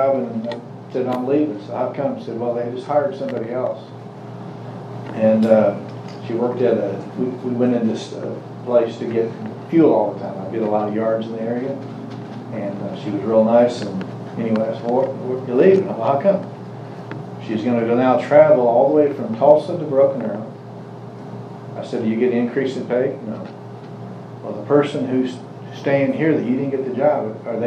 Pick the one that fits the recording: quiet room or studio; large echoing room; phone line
large echoing room